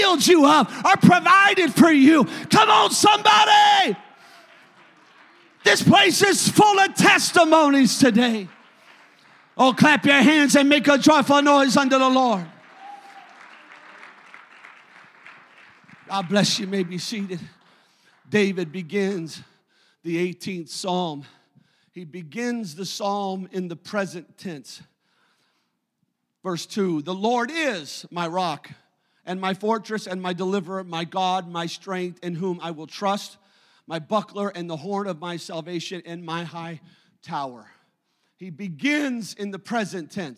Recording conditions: large echoing room